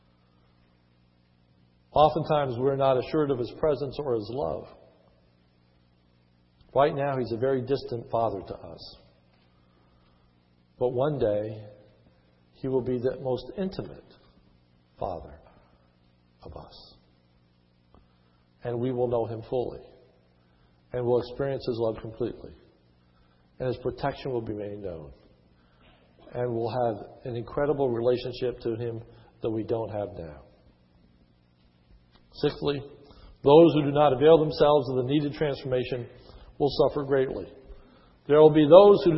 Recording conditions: large echoing room